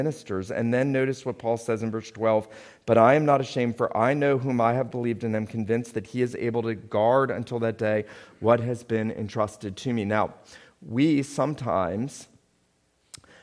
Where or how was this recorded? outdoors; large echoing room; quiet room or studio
large echoing room